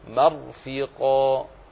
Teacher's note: فأنت تفتح الميم فتفخم الراء